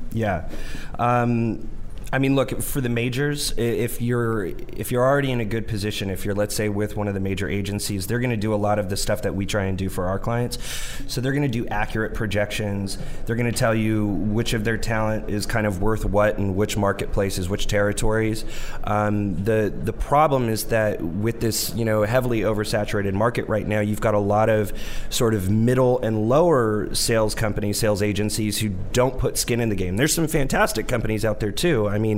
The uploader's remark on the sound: Live Interview. Broadcast LIVE form the American Film Market! Over 8,000 industry leaders converge in Santa Monica for eight days of deal-making, screenings, seminars, networking and parties.